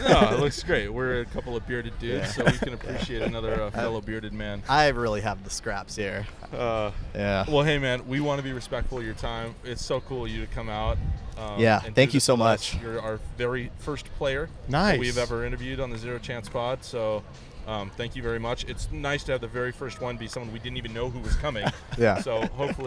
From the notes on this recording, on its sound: recording this podcast from the field at Petco Park during batting practice